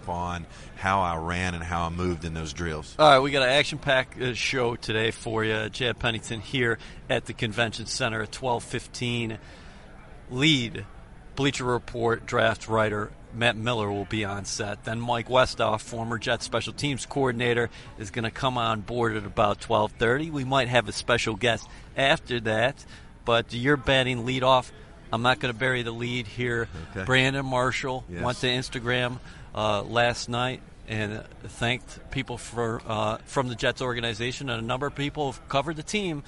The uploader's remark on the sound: Live at the Combine - Day 3. At the 2017 NFL Combine in Indianapolis.